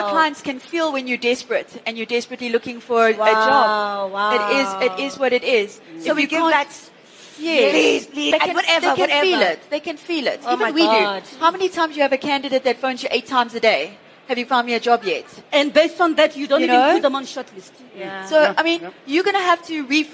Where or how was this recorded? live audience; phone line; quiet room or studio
live audience